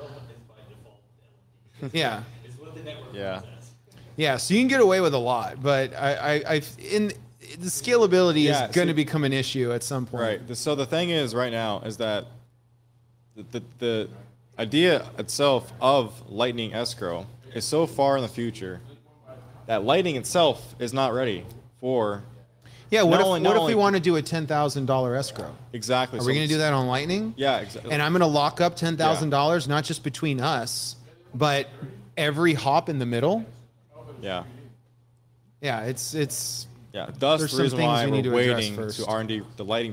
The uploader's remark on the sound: Pleb Broadcasting Service was broadcasted from Austin, Texas on September 23rd, 2022 in front of a live Pleb audience.